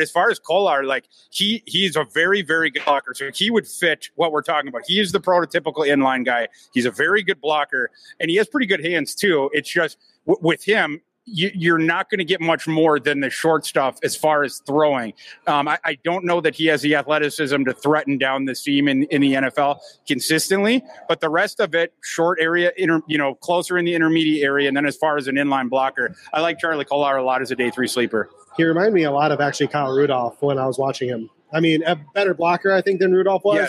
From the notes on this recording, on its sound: On today's live show from Lake Monster Brewery in St. Live at Lake Monster Brewing.